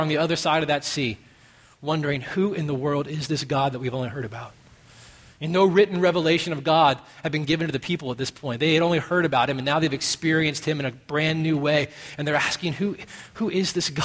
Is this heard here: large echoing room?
yes